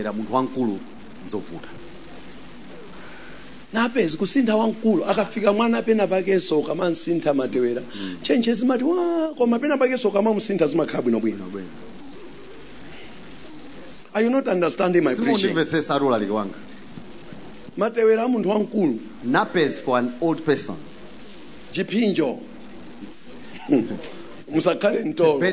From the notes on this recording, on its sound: Preached at the Encounter Service at Word Alive Blantyre City Church on 08th January 2023